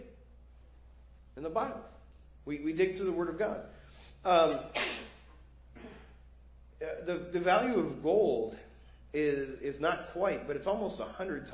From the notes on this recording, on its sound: Preached at First Baptist Church of Hazel Park.